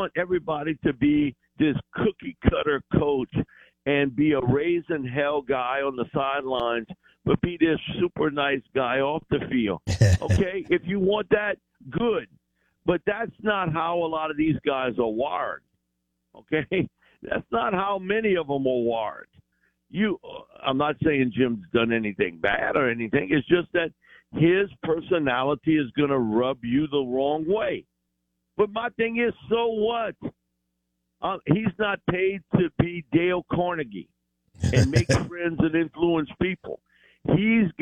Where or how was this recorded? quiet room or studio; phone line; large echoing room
phone line